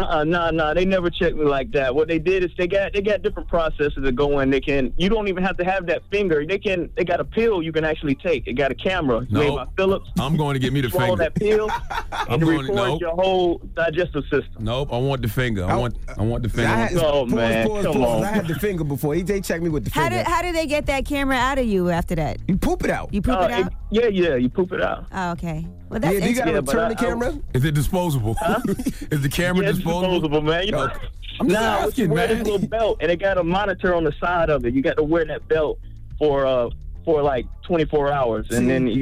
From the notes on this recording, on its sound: we opened up the phone lines